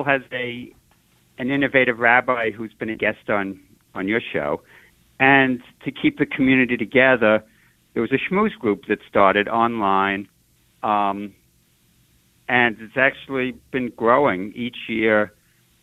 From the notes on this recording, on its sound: Listeners call